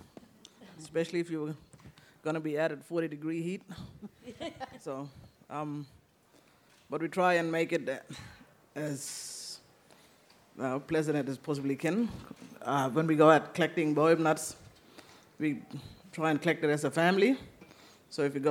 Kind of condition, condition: setting, live audience